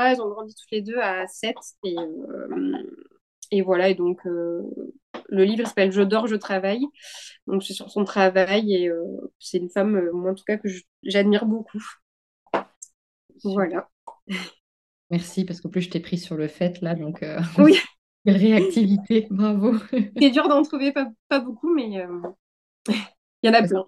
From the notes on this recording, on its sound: via zoom